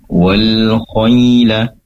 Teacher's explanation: pastikan di situ ada ya sukun didahului oleh fathah tentunya layyin dibaca lunak wal khayla. Kemudian alif lam ataupun lamnya wal, pastikan lam disempurnakan sifat inhirafnya, kecenderungan lam pada huruf nun.